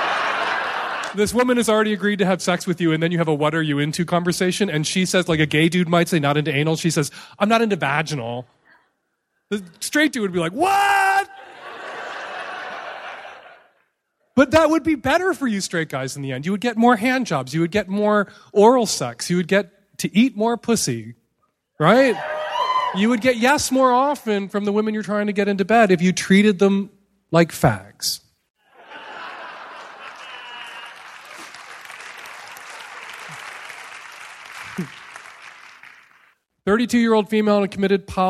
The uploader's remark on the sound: Live in Chicago!